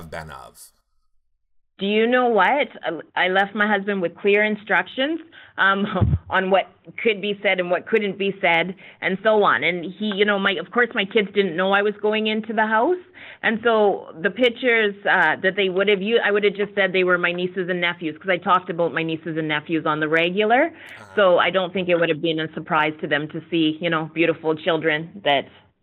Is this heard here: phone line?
yes